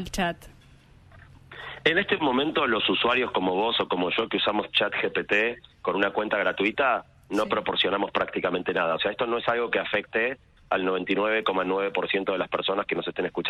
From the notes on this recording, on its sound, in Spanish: Pido disculpas por un audio de una calidad inferior a la habitual porque la entrevista es por teléfono y porque (¡de tanto hablar!) estoy un poco disfónico.